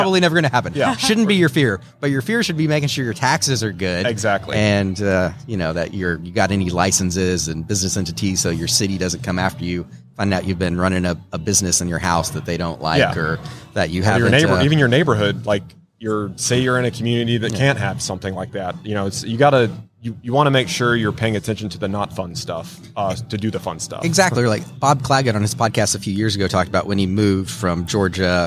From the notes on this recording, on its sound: LIVE from WORKBENCHcon 2022. On this live episode of Organization Conversation, broadcast from WORKBENCHcon 2022.